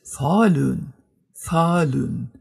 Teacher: dieses U ist dann so eine kleine Mischung zwischen Ü und U. Das hängt aber mit dem Dalarner Dialekt auch zusammen.